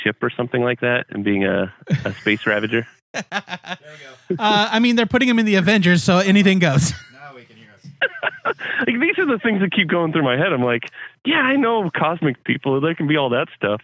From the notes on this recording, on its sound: The weekly, comic book call-in show where YOU control the topics!